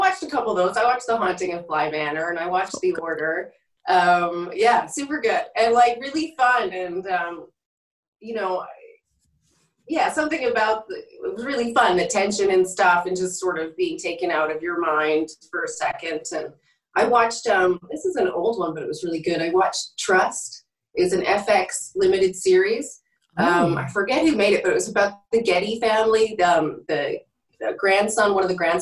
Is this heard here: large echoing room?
no